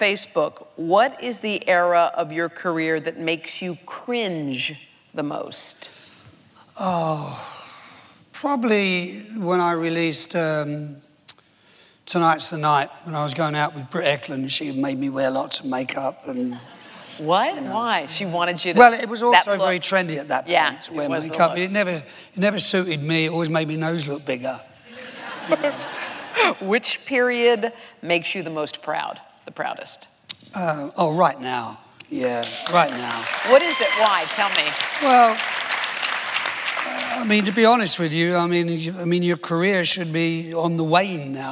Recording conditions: live audience